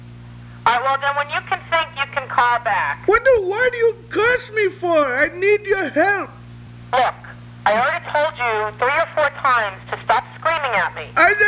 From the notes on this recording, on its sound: Prank Phone Calls